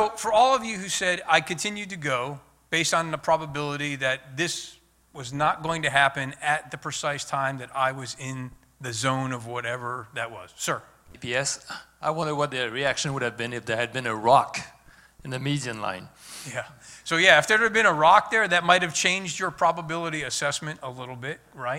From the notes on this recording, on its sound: This month we have an episode recorded live at the Flight Test Safety Workshop last month. The 150 attendees of the workshop.